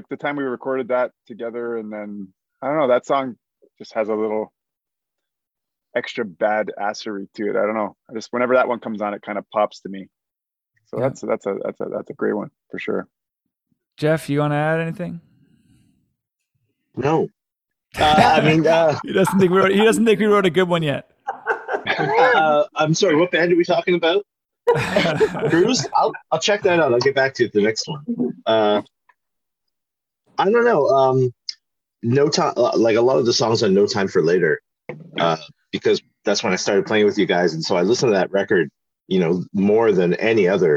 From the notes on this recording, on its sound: we had them on a Zoom call last week to ask us some questions and interact